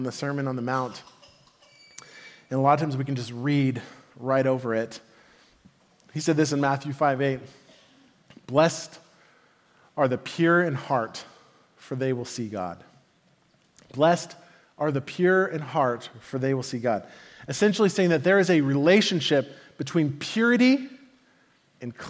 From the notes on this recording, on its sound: Message delivered at the Benicia Campus